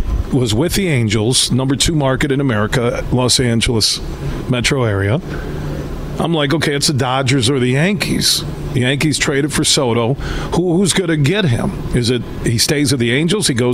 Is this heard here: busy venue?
yes